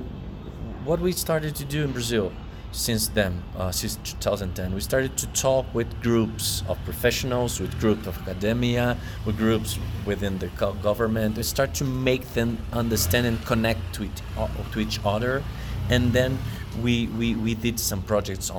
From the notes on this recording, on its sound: This podcast was recorded during the Circular Economy Forum of the Americas (#CEFA2019) in Medellin, Colombia.